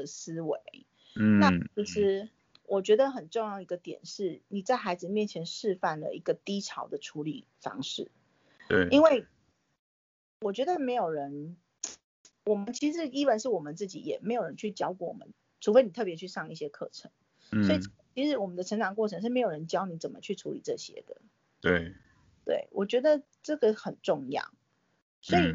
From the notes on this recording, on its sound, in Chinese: 疫情期間透過網路平台錄音，音質部分還請見諒！